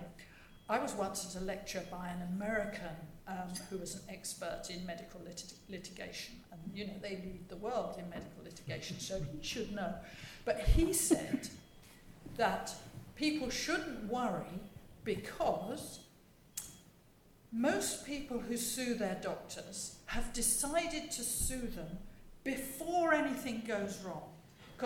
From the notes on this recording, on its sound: Panel discussion with audience Q&A